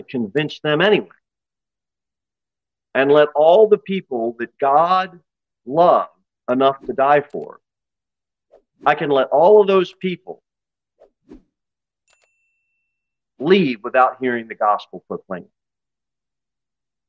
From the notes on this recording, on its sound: Sermon delivered at Pilgrim Baptist Church on Sunday, June 11, 2023, at 2:15 pm. Jere Whitson Rd.